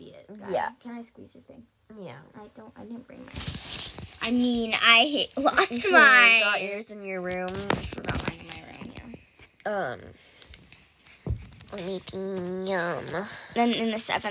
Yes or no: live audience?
no